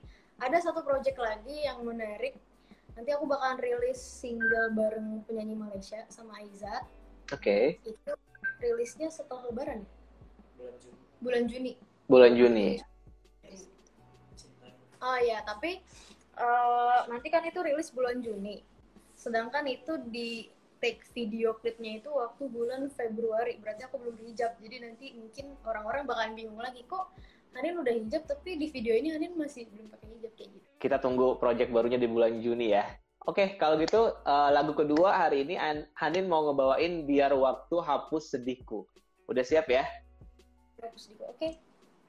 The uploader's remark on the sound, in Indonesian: detikcom berkesempatan untuk melakukan Instagram Live